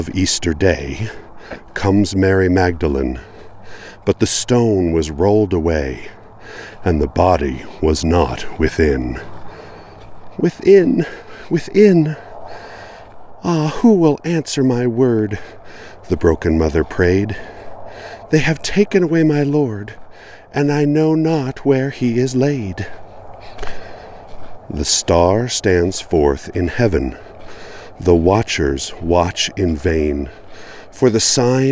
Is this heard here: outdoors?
yes